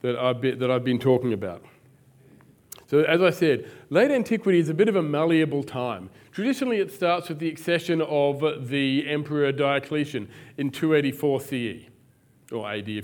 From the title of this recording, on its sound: Live at the AM